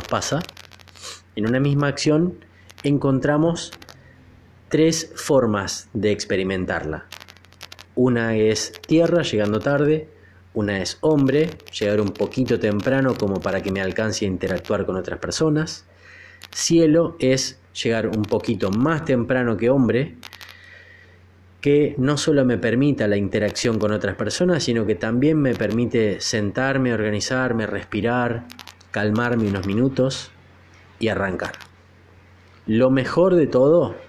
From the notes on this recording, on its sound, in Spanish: Perdón por la interferencia que sale en el audio, que no sé de dónde.